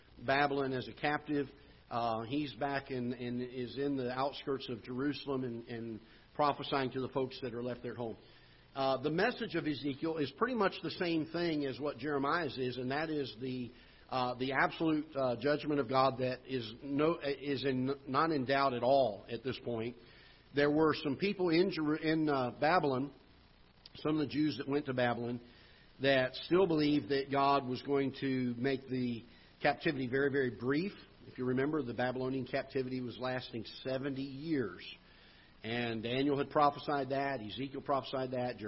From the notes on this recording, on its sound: Ketha Heights Baptist Church ~ Live Broadcast.